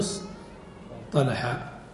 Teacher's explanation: قلبوا التاء التي في افتعل إلى طاء، يعني إلى حرف مطبق، فقالوا إص طلحا، فذهب هذا التنافر.